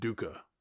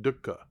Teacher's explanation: Like a little glottal stop in the middle of it · Shown in: second take · dukkha. Then the Pali language, the normal thing is if there are two of the same letter together, then you're going to put that little hesitation in there.